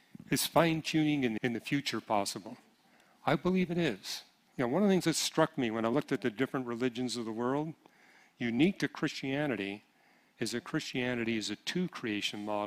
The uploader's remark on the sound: 2023 Apologetics Conference. The floor was opened for questions from the audience.